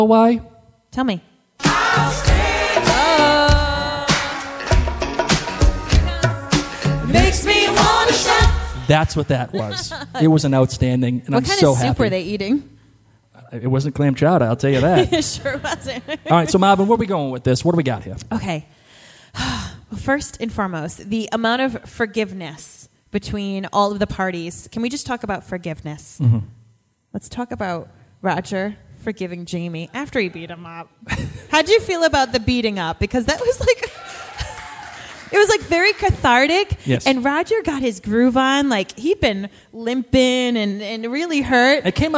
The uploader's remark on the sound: LIVE from Finale Party At The Colony House In Newport, RI